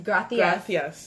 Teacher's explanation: It's just a different accent. The C becomes a TH sound.